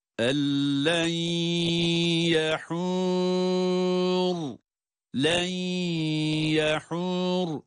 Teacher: tecvid gereği cezimli nundan sonra lam gelirse enlen demiyor, ellen diyoruz. Lama idgam ederek okuyoruz.